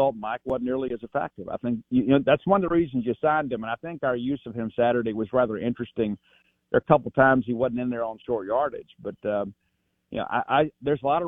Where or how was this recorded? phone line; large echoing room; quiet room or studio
phone line